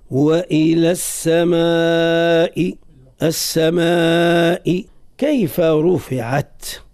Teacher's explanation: إذن ننتبه لهذا المد اللي هو اسمه المد المتصل، لأن حرف المد جاء بعده همزة قطع واتصل في كلمة واحدة. نمده في رواية الإمام قالون بالتوسط، والتوسط هو الزيادة على القصر معناه بقدر ما كون من غير تكلف.